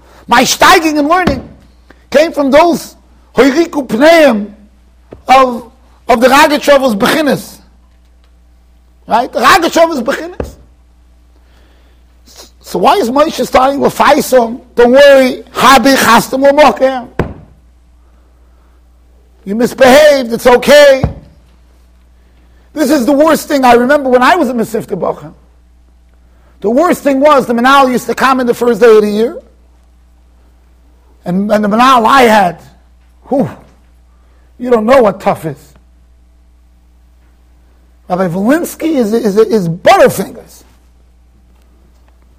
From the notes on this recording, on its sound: Shiur recorded in Yeshivas Ohr Reuven, Monsey NY